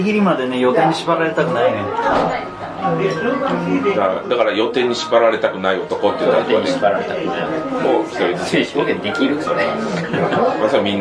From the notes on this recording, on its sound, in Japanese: 店内収録のため、騒音雑音が激しく入っております。